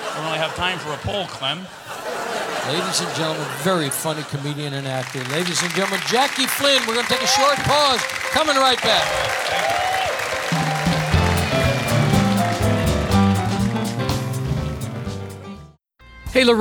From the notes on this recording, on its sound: Live at the SouthPoint Casino